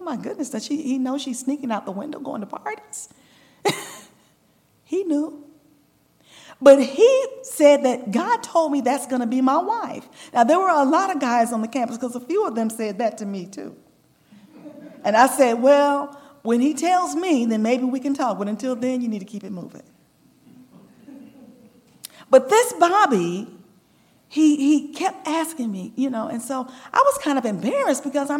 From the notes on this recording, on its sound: Recorded June 2, 2023, at Ringgold SDA Church.